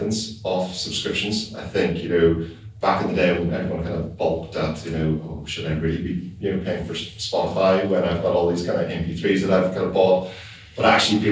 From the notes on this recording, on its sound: SubX Subscription Economy Podcast - LIVE at SubX World. Recorded on site at the inaugural SubX World conference held in London this May.